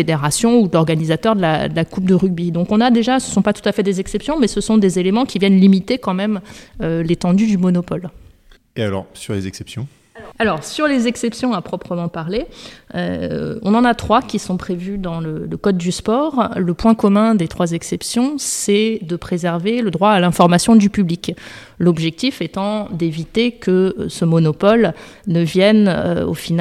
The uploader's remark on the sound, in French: Cet épisode a été enregistré en marge de la conférence « Les défis du sport face à la propriété intellectuelle », organisée par l'Association des Masters du CEIPI (AM CEIPI) et la Commission ouverte de droit de la propriété intellectuelle (COMPI) de l'Ordre des avocats du Barreau de Paris.